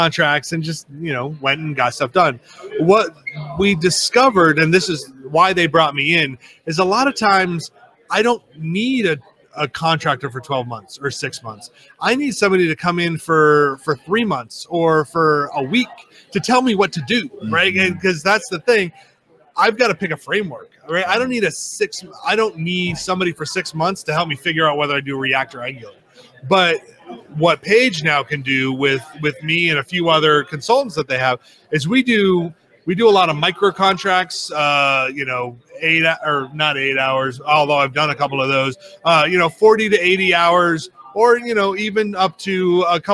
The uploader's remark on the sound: Interviews at HDC 2016